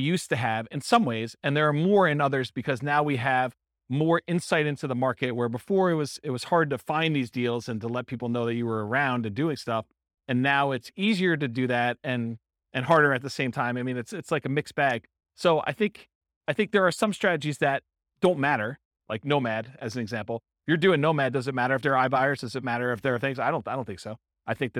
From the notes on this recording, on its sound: This was a live class recorded